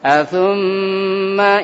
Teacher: Tsummanya manya pendek ya, bukan dipanjangin ya. Dengungnya aja yang panjang. Athumma langsung.